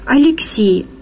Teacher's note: по-настоящему церковный человек знает, что в слове «Алексий» ударение падает на третий слог